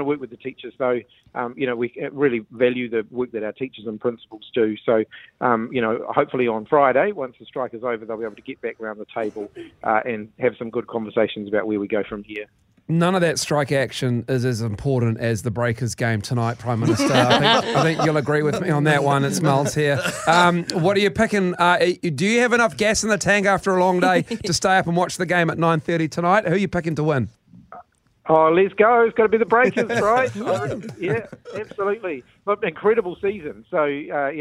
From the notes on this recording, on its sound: we were joined on the phone